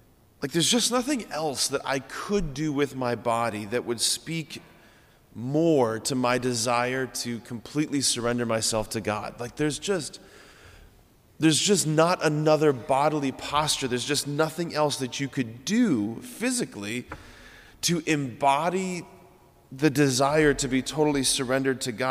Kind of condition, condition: setting, large echoing room